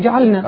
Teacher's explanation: إن أضغم اللام في النون، اللام ساكنة والنون متحركة، واللام والنون متجاوران يعني متقاربان في المخرج يعني ورا بعض على طول. · Term: إظهار اللام